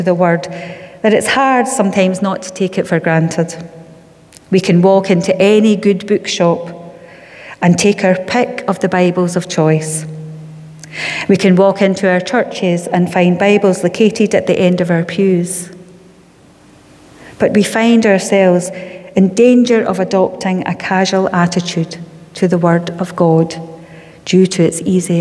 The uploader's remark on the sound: Sunday Worship: 17 October 2021 (Live at the Old Kirk)